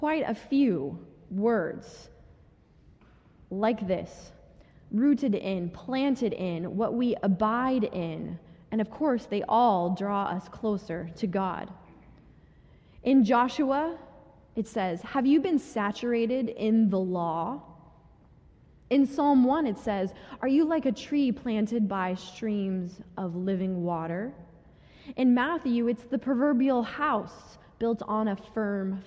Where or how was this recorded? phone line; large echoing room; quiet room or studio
large echoing room